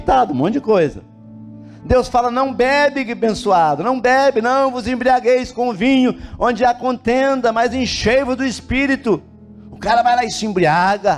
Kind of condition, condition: setting, large echoing room